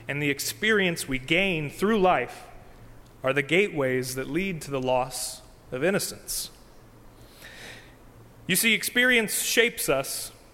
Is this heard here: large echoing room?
yes